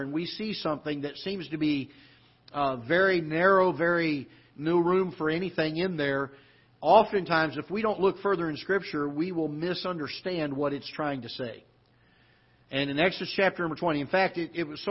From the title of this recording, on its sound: Ketha Heights Baptist Church ~ Live Broadcast